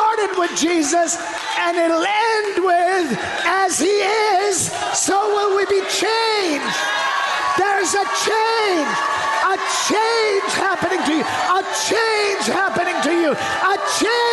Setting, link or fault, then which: setting, large echoing room